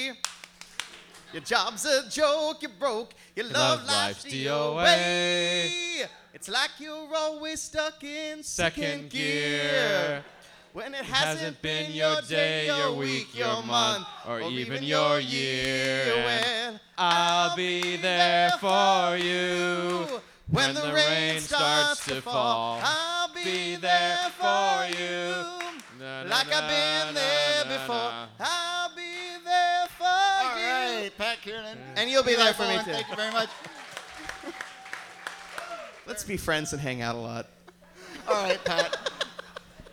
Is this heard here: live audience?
yes